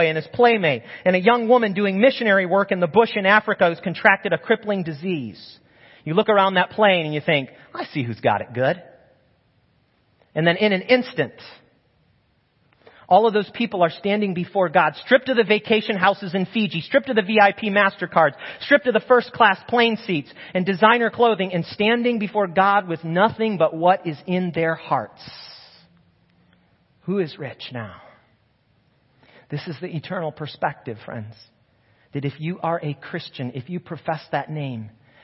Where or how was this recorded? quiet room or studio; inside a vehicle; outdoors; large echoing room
large echoing room